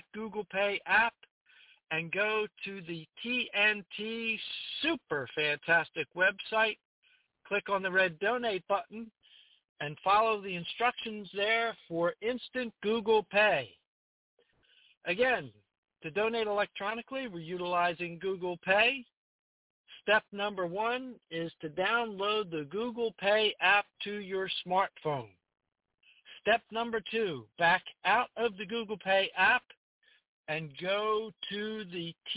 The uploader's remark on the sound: TNTSuperfantastic Conference Call